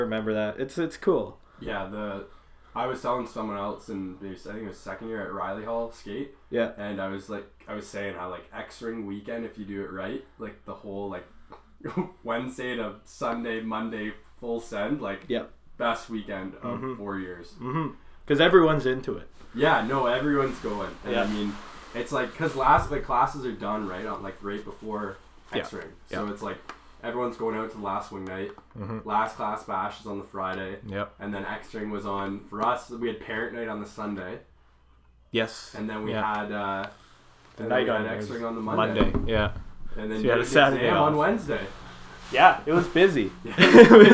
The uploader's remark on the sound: we only had a single mic recoring the whole time